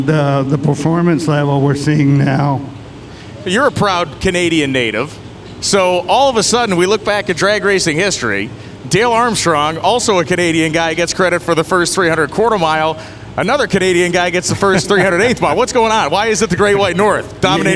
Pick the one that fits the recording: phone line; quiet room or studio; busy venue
busy venue